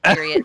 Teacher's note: sometimes they don't say the d they say a t sound